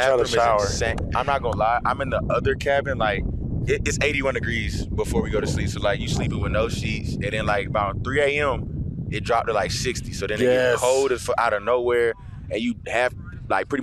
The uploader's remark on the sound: LIVE from Camp Tontozona in Payson as he comes to you from the field after practice with a TON of guests.